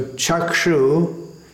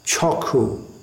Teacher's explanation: that Ksh sound in Bengali is pronounced K · Shown in: second take · Term: Bengali pronunciation